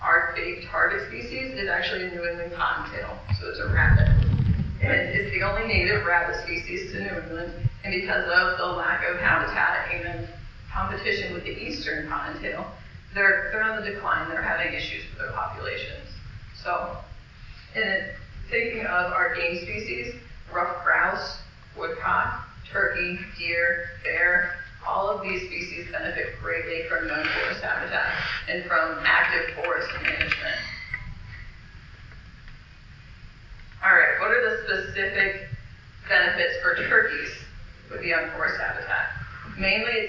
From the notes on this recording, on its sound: the recording from the NWTF seminar